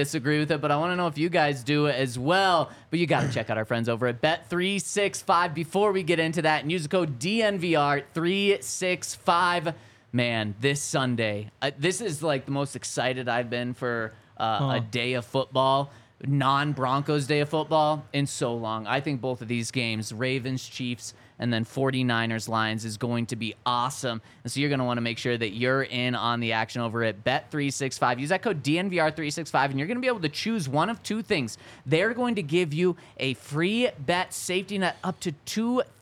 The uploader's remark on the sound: coming to you LIVE from the DNVR Bar